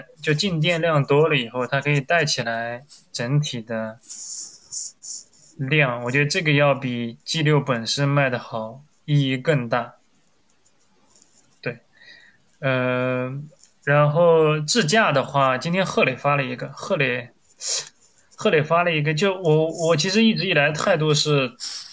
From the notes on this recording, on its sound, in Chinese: 内容为直播音频简单剪辑，音质不好请大家谅解。